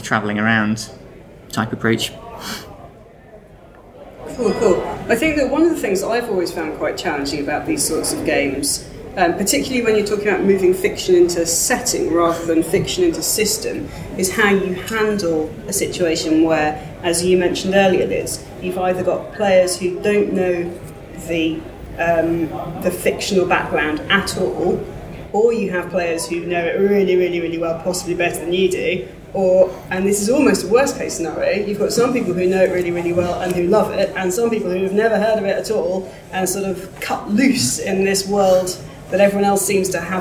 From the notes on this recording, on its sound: Fictoplasm at Dragonmeet. At the Dragonmeet panel. Dragonmeet, London.